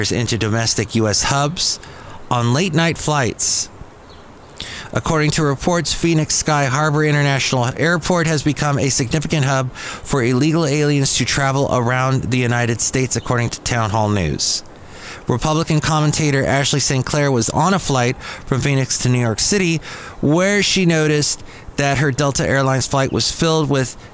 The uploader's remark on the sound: podcasts live from Café Anyway